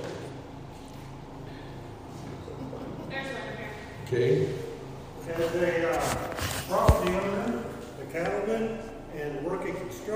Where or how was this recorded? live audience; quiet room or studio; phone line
live audience